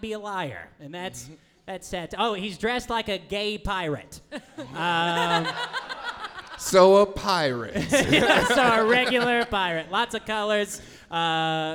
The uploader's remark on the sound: Live Show at Stand Up Live Huntsville. Recorded live at Stand Up Live in Huntsville, Alabama. Playing the world’s greatest role-playing game live on stage.